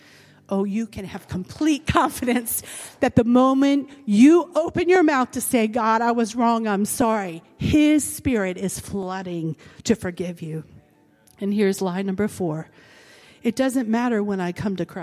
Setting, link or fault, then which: setting, large echoing room